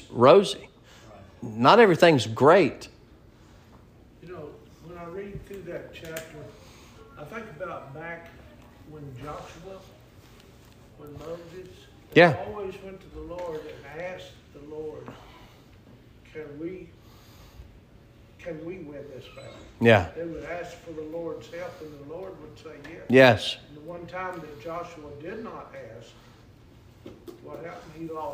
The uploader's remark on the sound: Sermon preached at Mid County Baptist Church